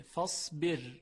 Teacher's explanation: طبق قاعده را ساکن است و ما قبلش مکسوره، پس ترقیق میشه، فصبر. اما ممکنه شما بفرمایید که خب بعد از این صاد اومده، فصبر صبران، این صاد پس باید موجب تفخیم بشه.